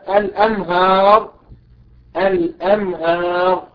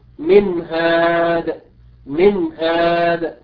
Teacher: فهنا النون الساكنة في كلمة من أتى بعدها حرف الهاء، والهاء من حروف الإظهار، فلا بد من إظهار النون هنا